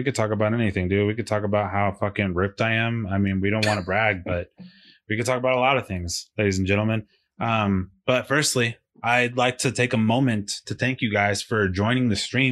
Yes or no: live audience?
no